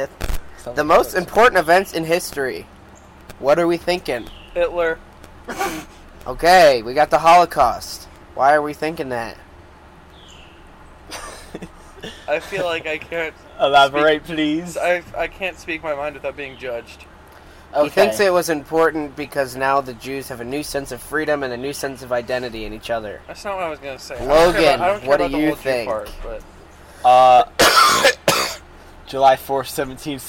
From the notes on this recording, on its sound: Hi technical difficulties!! We are outside though!